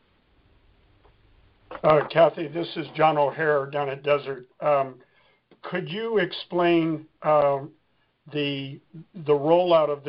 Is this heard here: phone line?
yes